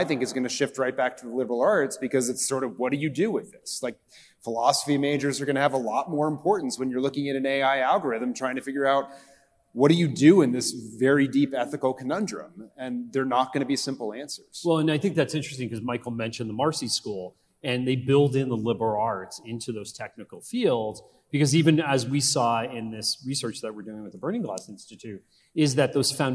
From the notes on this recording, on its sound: Live from NAIS. At the recent National Association of Independent Schools (NAIS) annual meeting.